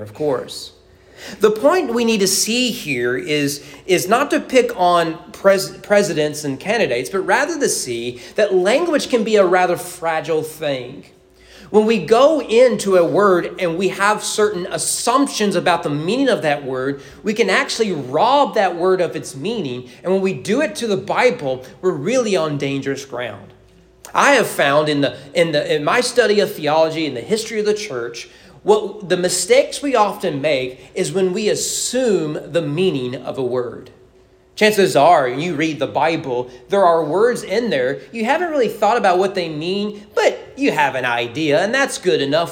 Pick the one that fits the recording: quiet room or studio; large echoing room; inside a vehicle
large echoing room